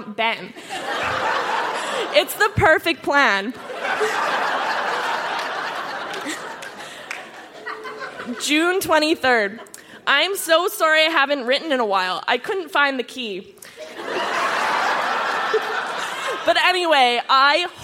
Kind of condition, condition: setting, live audience